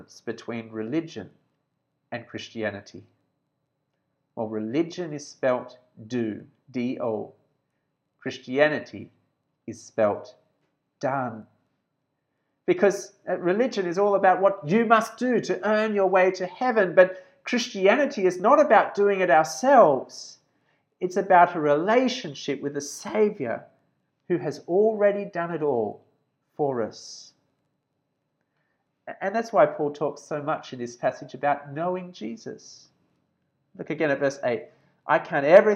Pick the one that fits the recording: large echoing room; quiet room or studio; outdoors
large echoing room